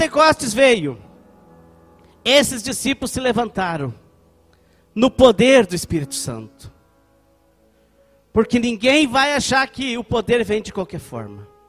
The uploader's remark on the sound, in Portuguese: Culto de Celebração dia 27/09/2020 na Igreja ABA Blumenau (Transmitido ao vivo)